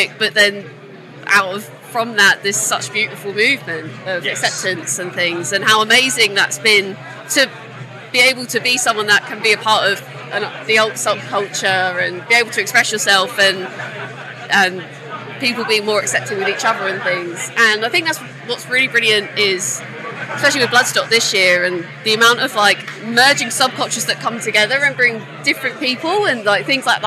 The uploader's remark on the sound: Live from Bloodstock 2023. Their set at the festival earlier on that day on the Sophie Lancaster stage.